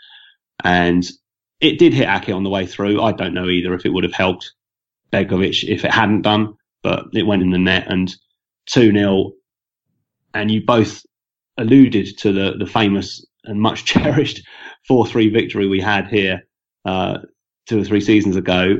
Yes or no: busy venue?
no